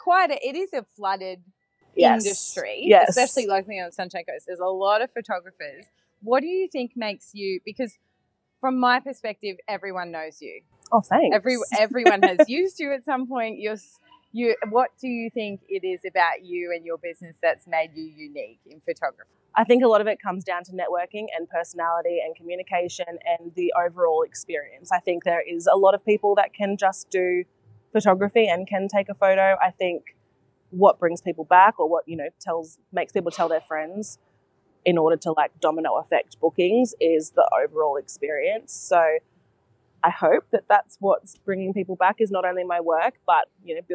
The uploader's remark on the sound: This episode was recorded at Woodstack cafe in Coolum. This episode was recorded at Woodstack cafe in Coolum.